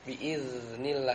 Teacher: biiznillah sifatnya dia mengalir tapi nafas tertahan ya · Term: zal